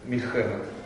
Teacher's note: причем ударение на предпоследней слоге